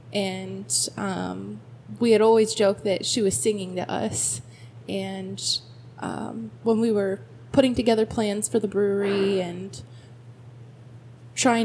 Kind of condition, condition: fault, sounds in the background